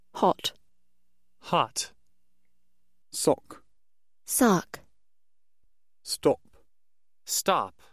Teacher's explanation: Generally speaking, Brits produce this sound with rounded lips, retaining that roundness that existed in the original aw sound. But Americans don't round their lips.